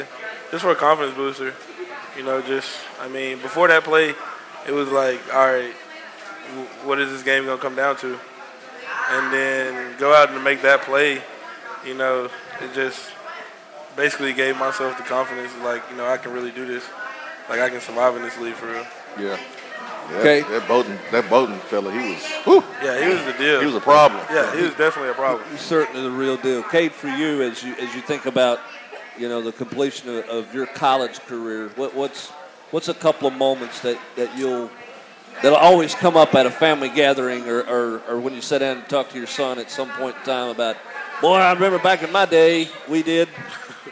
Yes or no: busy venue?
yes